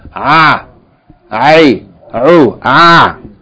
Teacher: As far as the sound of the letter Ayn, it has no English equivalent. It's produced by tensing the throat and forcing the air out. · Its articulation point is from the middle of the throat, like the letter Ha.